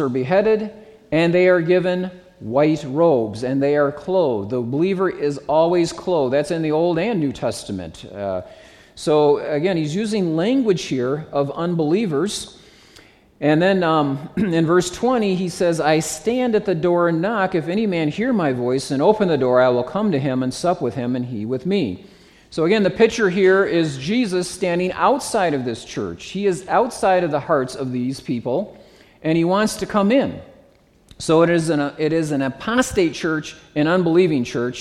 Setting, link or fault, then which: setting, live audience